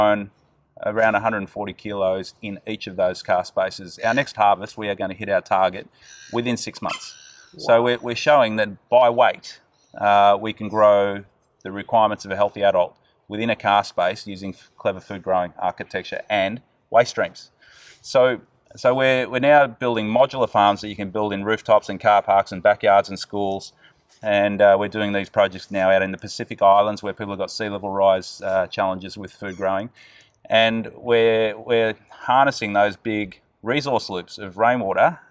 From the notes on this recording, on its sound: We decided to record this episode outside. Pop up urban garden in the car park of his inner city offices. For those listeners out there who haven’t had exposure to your typical inner city Australian birdlife, apologies in advance, they do settle down after a while…